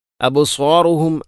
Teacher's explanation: ഖാശിഅതൻ അബ്സാറുഹും ഖാശിഅതൻ അബ്സാറുഹും തർഹഖുഹും ദില്ല, ഈ രൂപത്തിൽ ആ തൻവീനെയും ഹംസയെയും കൃത്യമായിട്ട് ഉച്ചരിക്കണം. അബ്സാറുഹും അബ് ബാഇനെ ഖലഖല ചെയ്യണം